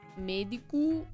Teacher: Usually when it's at the end of a word or a sentence, well, at the end of a word, O becomes OO.